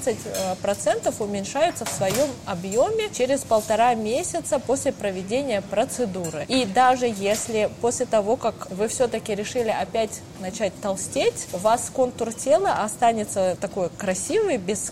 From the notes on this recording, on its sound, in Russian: Это был первый выпуск, записанный нами после пандемии. Поэтому в целях экономии времени записывали этот подкаст в кафе.